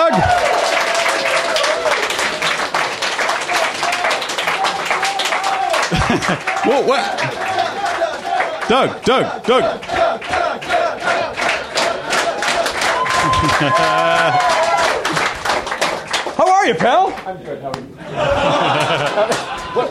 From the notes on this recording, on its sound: Recorded live at the Comedy Bar in Toronto, Ontario, Canada.